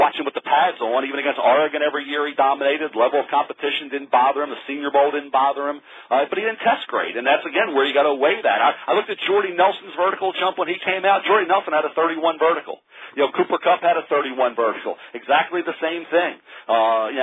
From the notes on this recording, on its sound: NFL Draft Conference Call